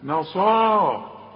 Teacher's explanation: الصاد بقى هي المفخمة مع المد بتاعها